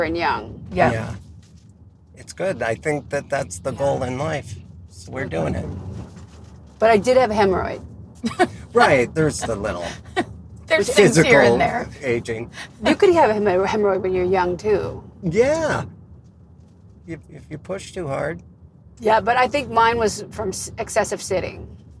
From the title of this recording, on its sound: In the Car